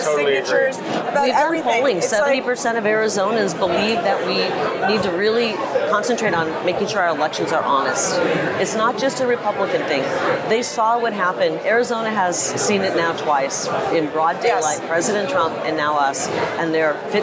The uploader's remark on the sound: Battleground LIVE from CPAC